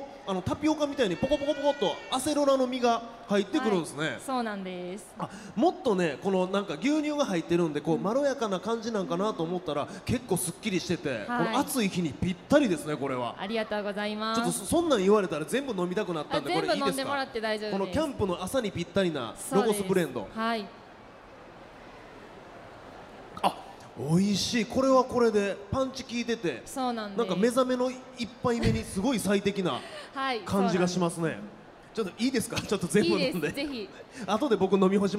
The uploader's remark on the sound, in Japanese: 公開収録 in ららぽーと門真・三井アウトレットパーク大阪門真。